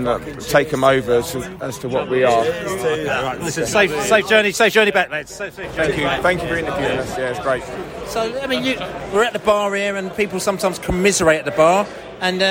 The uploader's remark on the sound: Post-Match Podcast From The Stands and Pub. We spoke to both Brentford and Brighton fans in the stands and in the pubs after the match.